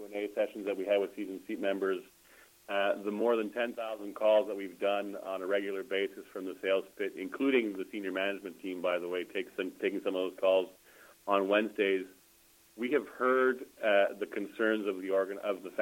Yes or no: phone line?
yes